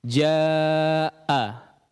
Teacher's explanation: Atau ketika kita mengucapkan hamzah secara berharakat saja sudah ada tertahannya aliran suara. Makanya ketika kita mengucapkan huruf hamzah, ada sepersekian detik mungkin ya suara itu terputus